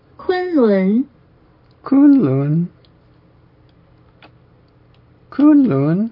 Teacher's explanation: it's rising on the second syllable and high on the first.